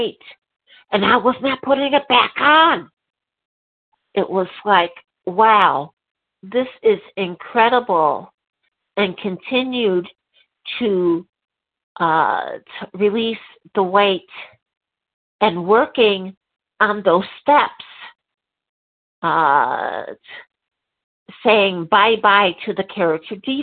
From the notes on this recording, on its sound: 100 Pounders Phone Meeting, 2/11/23